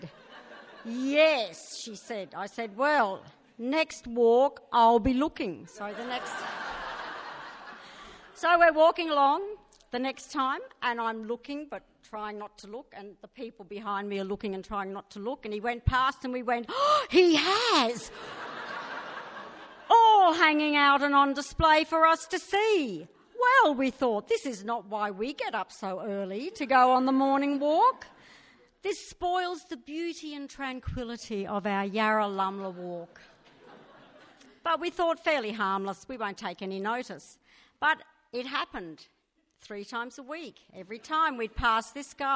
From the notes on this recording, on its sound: Recorded live at Belconnen Arts Centre, Canberra on May 23 2013.